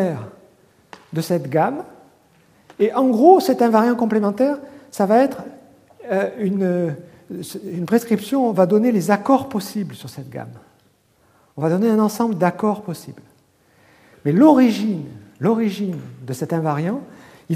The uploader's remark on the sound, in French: Colloque de rentrée 2011 du Collège de France